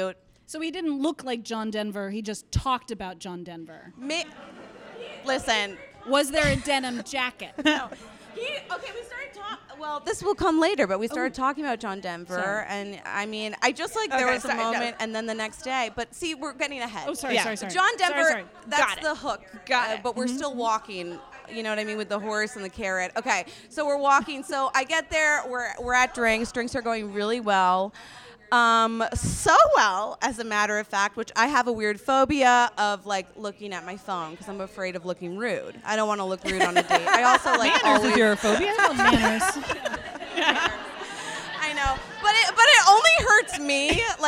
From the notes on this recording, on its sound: LIVE at The PIT in New York City. Continual updates on how our audio levels are doing.